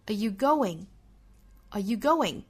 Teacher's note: are 和 you 我们可以做弱读，我们读成 ayou，更多的力呢放到后面的 going 上